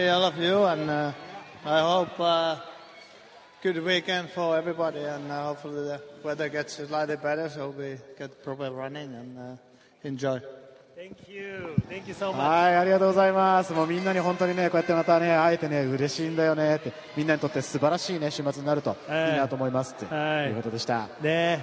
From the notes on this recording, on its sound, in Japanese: 鈴鹿サーキットから臨場感たっぷり録れたて音声をお届けします。